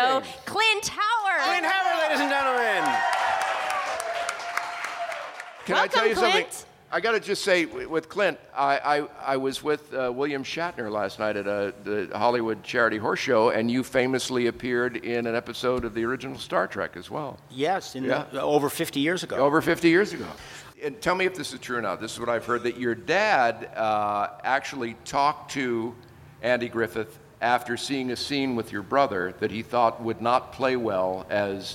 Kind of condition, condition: setting, busy venue